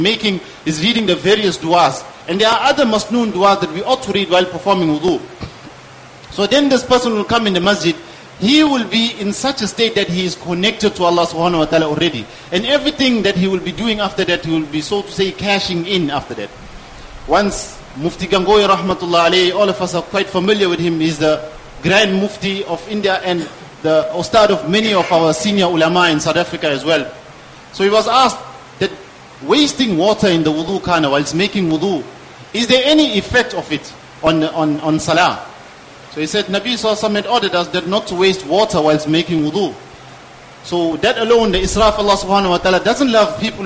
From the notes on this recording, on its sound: Jumuah lecture